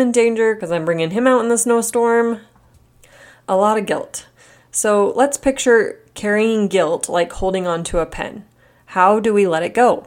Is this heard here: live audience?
no